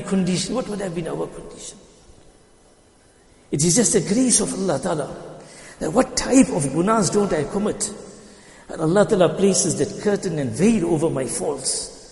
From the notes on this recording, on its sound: Jumuah lecture